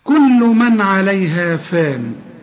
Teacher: كل هذه الحروف ما فيهاش حرف مفخم أبدا، كلها حروف مرققة، لكن النون هنا من، كل من نون ساكنة بعدها عين، أي نون في القرآن بعدها عين ما تغنش.